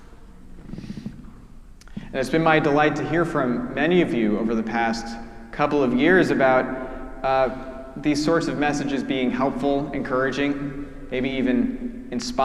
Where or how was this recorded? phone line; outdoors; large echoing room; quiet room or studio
large echoing room